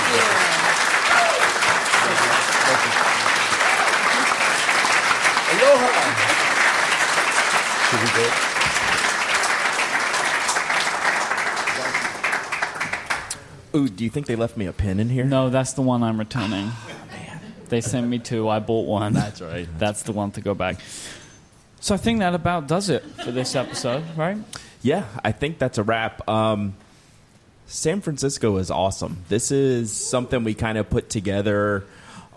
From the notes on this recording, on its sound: Live from the San Francisco Pen Show 2019.